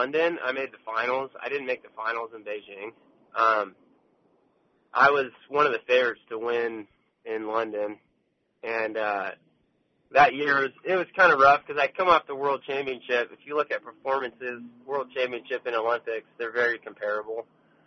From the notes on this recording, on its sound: Calls.